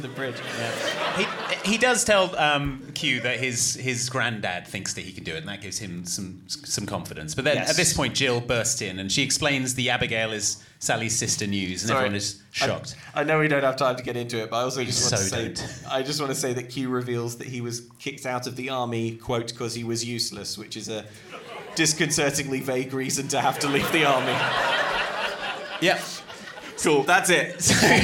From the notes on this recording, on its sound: This episode was recorded live at the Prince Charles Cinema, London.